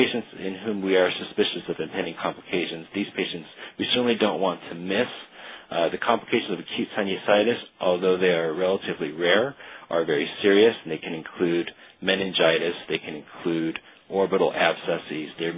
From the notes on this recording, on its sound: Author in the Room®Teleconference